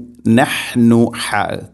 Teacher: തൊണ്ടയുടെ മധ്യഭാഗമാണ് ഹ എൻ്റെ മഖ്റജ്